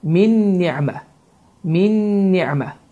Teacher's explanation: Bu zaman min sözündə olan sukunlu nun oxunmur. Ni'mə sözündə isə nun hərfi şəddələnir və düzgün oxunuş bu formada oxunur. · Term: idğam məlğunnə